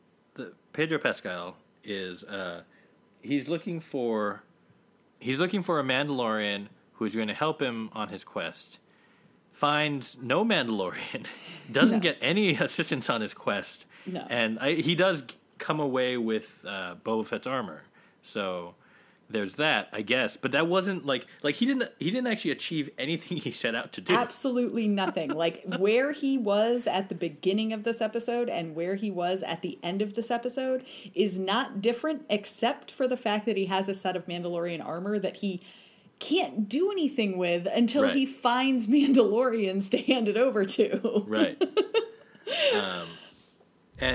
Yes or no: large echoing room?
no